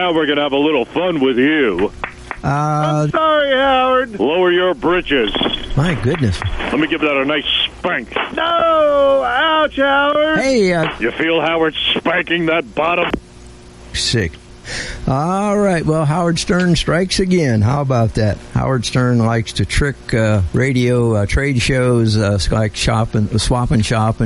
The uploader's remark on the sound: New Phony Phone Call